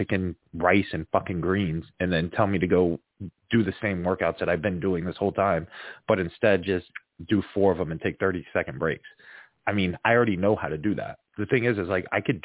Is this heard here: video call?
no